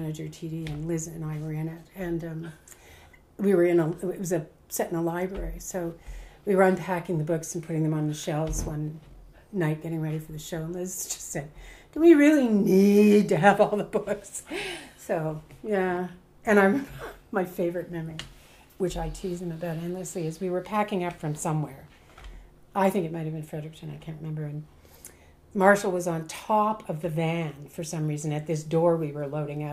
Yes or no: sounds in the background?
yes